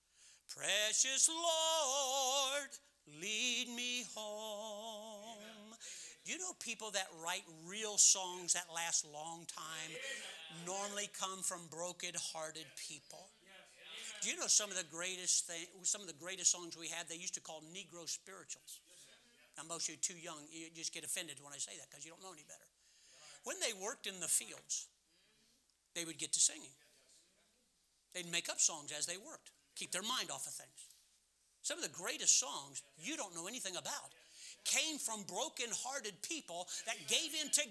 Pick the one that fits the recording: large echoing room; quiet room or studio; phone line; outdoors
large echoing room